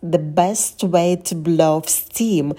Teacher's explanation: И тоже blow off мы соединяем, да, стараемся слитно все это произнести.